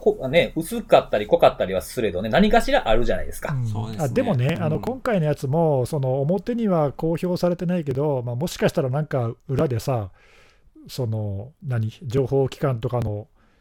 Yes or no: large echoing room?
no